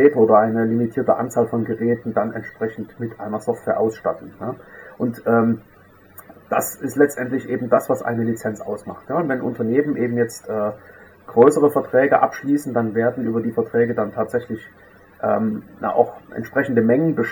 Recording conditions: poor sound quality